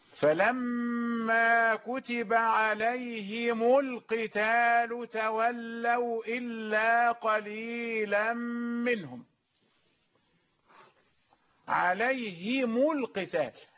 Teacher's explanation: عليهم القتال، الهاء مكسورة والميم مضمومة